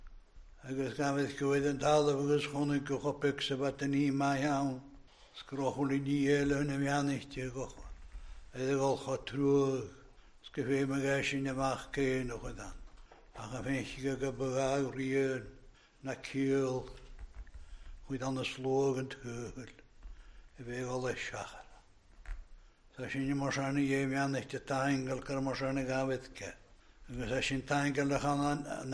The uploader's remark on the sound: recorded at North Harris Free Church on Sunday evening 24th October 2021.